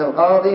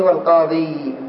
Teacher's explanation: فالآن القاضي ياء مخففة، هذه التي هي من الكلمة، وأما القاضي بالتشديد هذه ياء النسب وليست التي هي من أصل الكلمة.